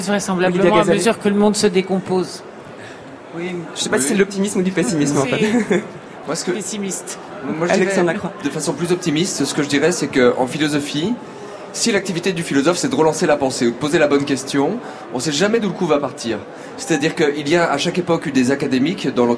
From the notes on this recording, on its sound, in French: émission spéciale en direct du Salon Livre Paris